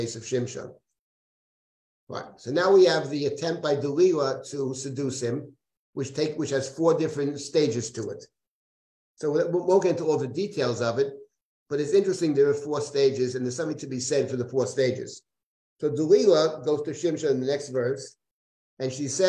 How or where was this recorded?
video call